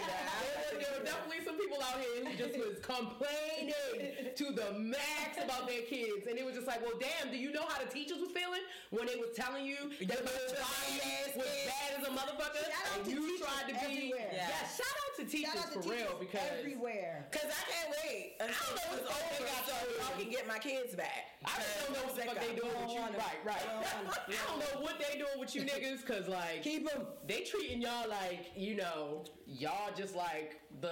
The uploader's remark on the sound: Keeping in our authenticity WE KNOW the audio is well TRASH but we wanted to STILL give yall US even when we aren't perfect!